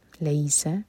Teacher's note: سین سیٹی کی آواز کے ساتھ